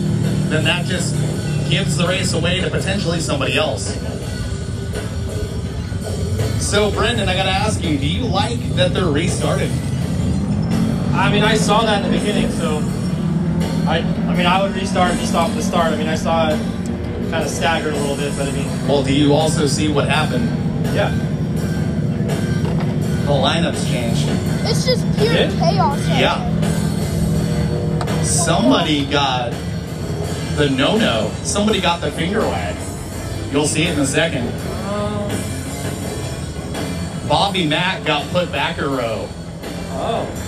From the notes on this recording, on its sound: LIVE from Estreet MX. He borrowed a microphone and hopped in the announcer booth.